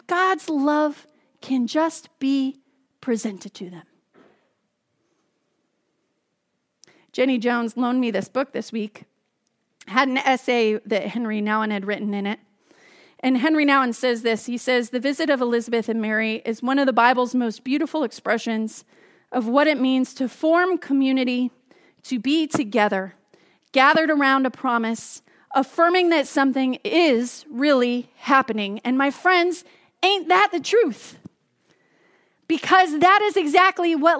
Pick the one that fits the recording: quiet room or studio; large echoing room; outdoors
large echoing room